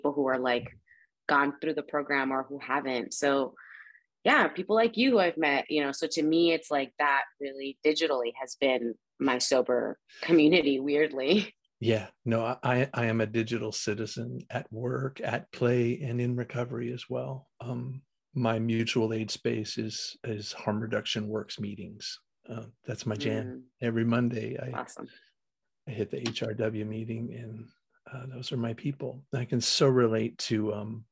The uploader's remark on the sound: In Raleigh, NC & Ensenada, MX on Zoom.